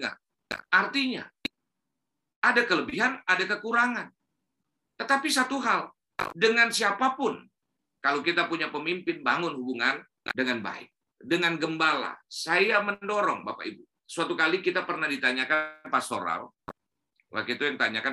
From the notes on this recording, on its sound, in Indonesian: Rekaman khotbah Ibadah GerBang Pagi